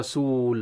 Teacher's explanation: الذي حصل أن أولا حذفنا التنوين، ثم ماذا؟ أسكننا اللام، ثم ماذا؟ مدينا في الواو أكثر · Term: الوقف على التنوين